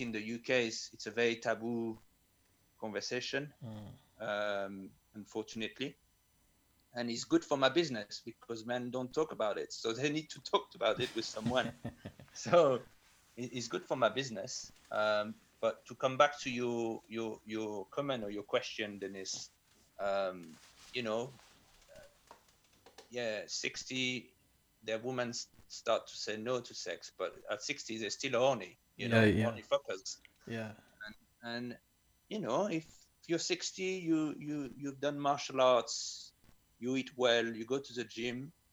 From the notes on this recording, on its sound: We are practicing social distancing and recording this podcast remotely - please accept our apologies for the occasional dips in sound quality.